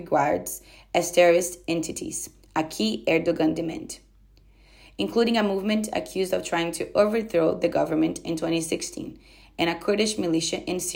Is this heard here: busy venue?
no